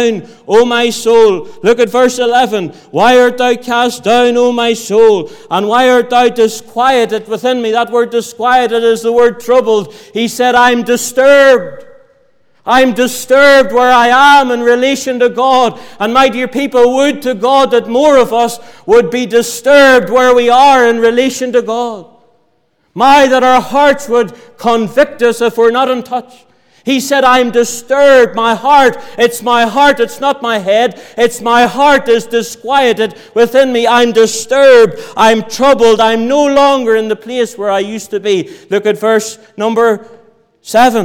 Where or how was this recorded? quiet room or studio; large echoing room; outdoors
large echoing room